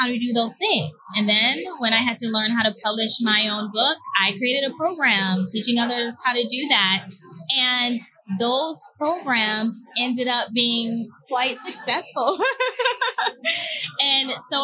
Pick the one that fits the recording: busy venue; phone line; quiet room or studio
busy venue